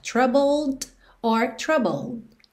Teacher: O D você pode ouvir ou não